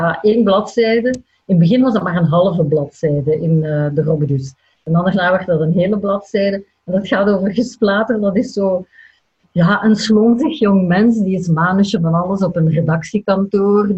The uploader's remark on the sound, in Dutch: Via de webcam. Deze aflevering is opgenomen in volle coronacrisis, dus op afstand. Zat thuis in Leuven, ik in Gent.